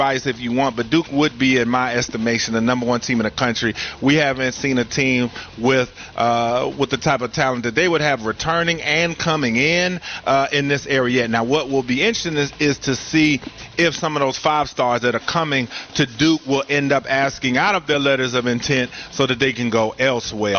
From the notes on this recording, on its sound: live from the Spectrum Center